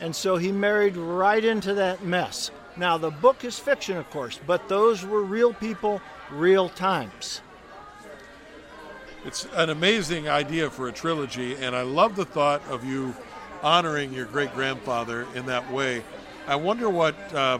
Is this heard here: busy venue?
yes